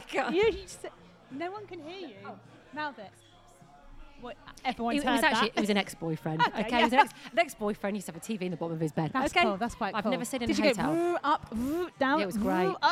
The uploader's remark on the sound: We are live form The Maynard with an audience!